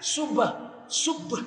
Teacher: Kalau subhanallah itu pasti bibir bergerak karena ada huruf ba. Ba itu kan huruf bilabial.